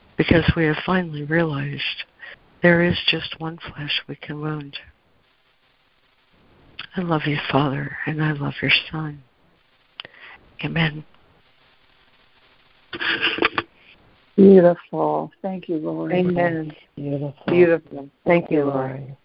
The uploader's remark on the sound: ACIM Daily Conference Call.